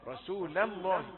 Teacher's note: لم دي رقيق، لم لفظ الجلالة مفخم